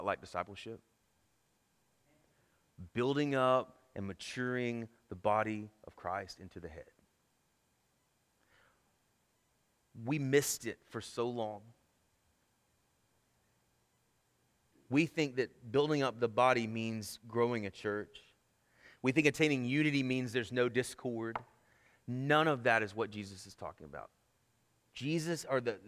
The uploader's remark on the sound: Sermon Audio from our Worship service